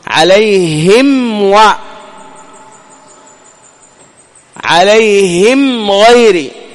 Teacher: مجرد أنك تطبق الشفتين تفكهما بعد ذلك في الميم المظهرة